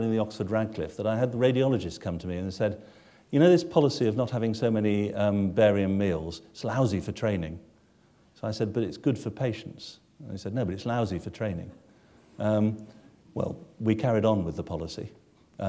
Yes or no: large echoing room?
yes